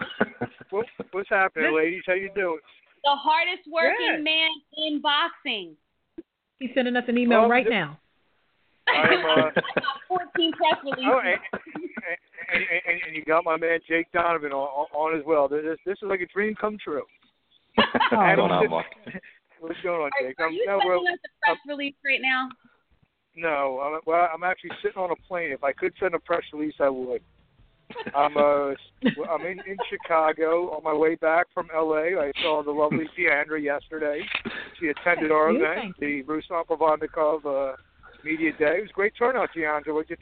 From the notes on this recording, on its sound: Hold down the desk and open the phone lines to the listeners.